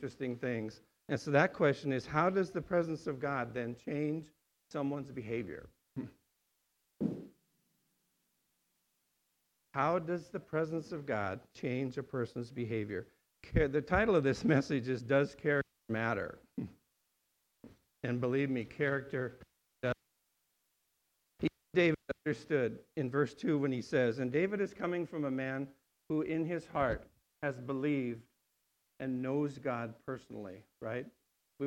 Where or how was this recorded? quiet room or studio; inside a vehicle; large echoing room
large echoing room